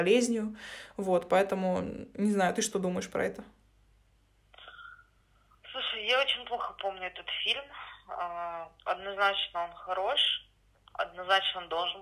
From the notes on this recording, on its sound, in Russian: Весь мир на удаленке, а мы не отстаем. Записываемся по телефону.